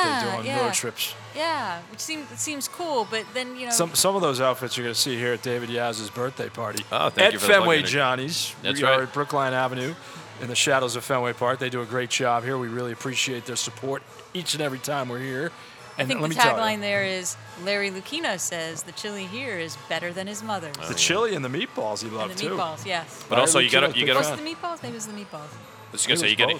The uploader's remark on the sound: NBA Preview LIVE from Fenway Johnnie's. Recorded live at Fenway Johnnie's in Boston.